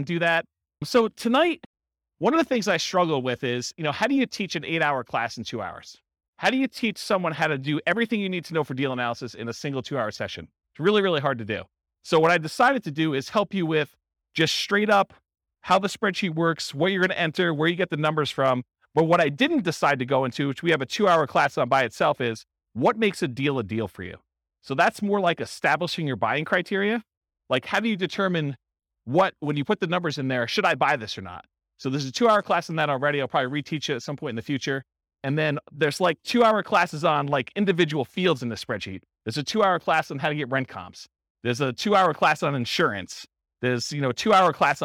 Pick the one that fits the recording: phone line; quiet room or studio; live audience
live audience